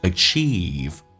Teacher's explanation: We can achieve,长元音，嘴角拉到极限